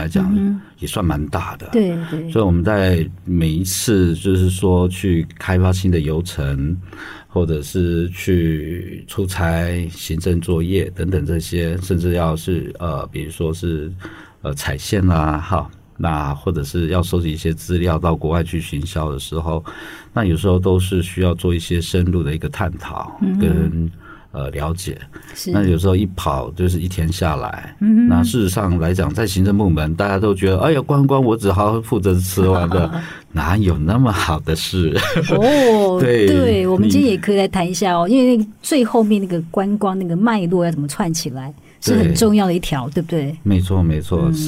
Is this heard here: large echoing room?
no